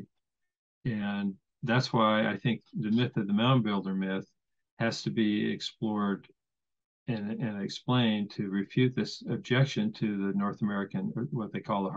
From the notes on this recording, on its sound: I want to thank him for helping salvage this interview with the added b-roll. I had major issues with zoom and it all ended working out in the end!